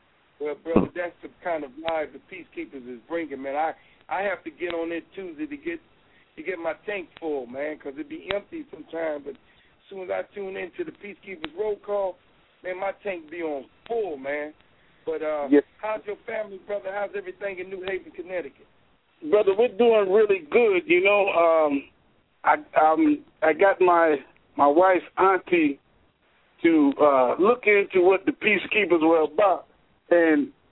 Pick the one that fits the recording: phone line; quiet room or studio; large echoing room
phone line